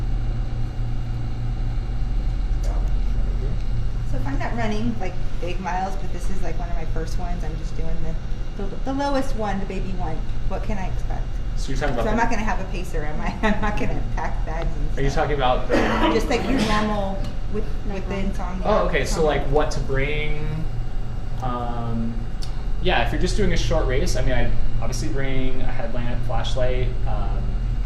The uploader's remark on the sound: Live at Sole Sports in Tempe, AZ.